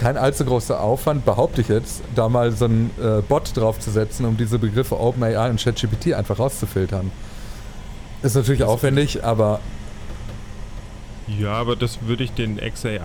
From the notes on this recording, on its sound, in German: Quasi live aus der Deutschen Bahn und ihren Widrigkeiten.